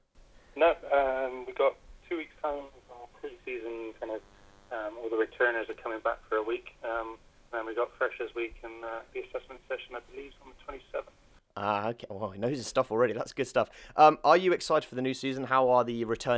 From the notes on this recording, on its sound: phones